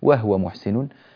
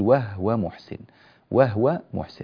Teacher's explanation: أما من يقرأ برواية قالون فيجب عليه أن يسكن الهاء فيقول وهو محسن، وهو محسن، هكذا هي رواية قالون.